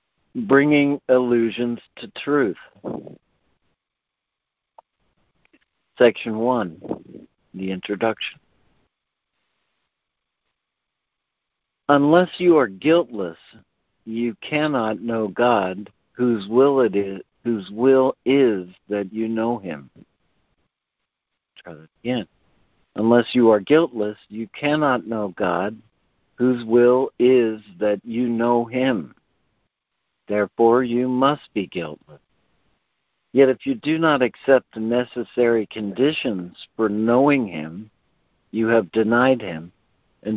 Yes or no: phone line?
yes